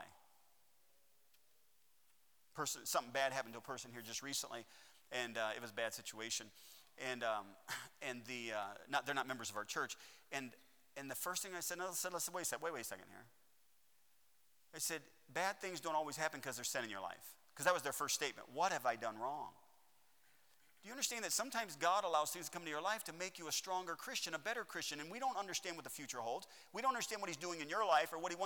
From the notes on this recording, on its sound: at Heritage Baptist Church, Lawrence Kansas on Sunday AM, March 28th, 2021.